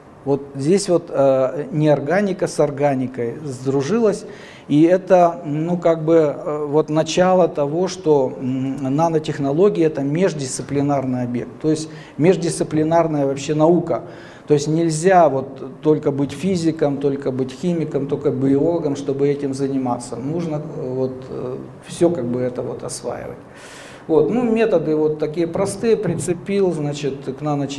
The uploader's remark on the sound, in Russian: Лекторий «Высшая лига» — цикл публичных лекций, с которыми выступают самые яркие профессора «Вышки».